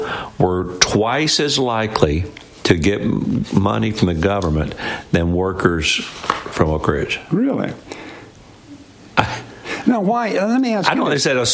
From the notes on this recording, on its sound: LIVE from the Bristol Motor Speedway!